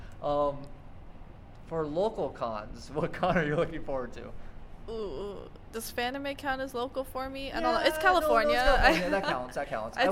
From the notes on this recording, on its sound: This is another interview episode on location at Anime Los Angeles 2018.